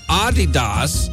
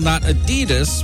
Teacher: It's supposed to be Adidas, with a slight emphasis on the first syllable · Shown in: first take · not Adidas, because the man who created Adidas was Adi Dassler.